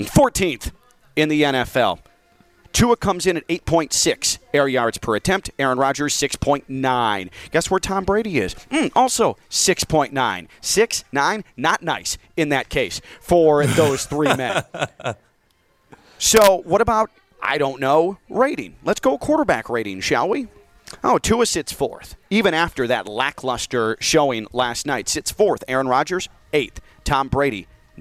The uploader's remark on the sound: We're live from iThink Financial in Boca for another Shred Day!